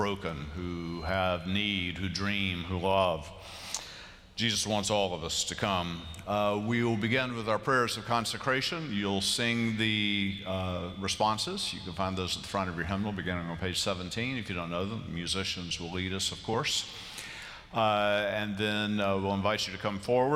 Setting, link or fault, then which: setting, large echoing room